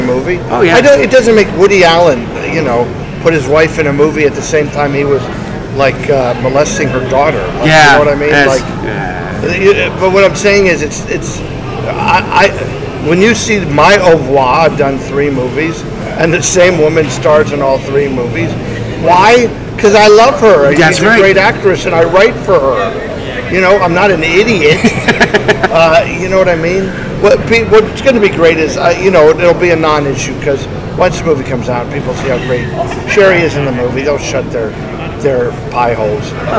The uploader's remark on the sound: This will be the first of some shorter interviews, Where I got a few interview at the Haunted Screams Expo in Hampton VA.